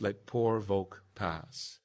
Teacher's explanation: There's another English V confusion that I thought I might bring up at this point, and that is the West Country use of the voiced form V for F